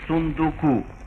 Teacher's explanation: Поэтому эти слоги всегда не так отчетливы, как ударяемый, или как первый предудар. Например, в слове «сундуку» буква «у» в слоге «сун», который является вторым предударным, слышится не так отчетливо, как «у» в первом предударном слоге «ду» и как в ударяемом слоге «ку».